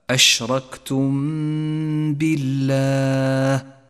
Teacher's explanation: المثال التالي: الإخفاء الشفوي عند قوله تعالى: أشركتم بالله، الميم الساكنة جاء بعدها حرف الباء، وهو حرف الإخفاء الشفوي الوحيد، نخفي الميم بالباء مع بقاء غنة للميم زمنها حركتان، ولذلك لونت باللون الأخضر، وعند نطقها لا نجافي بين الشفتين ولا نضغط عليهما، تقرأ هكذا: أشركتم بالله.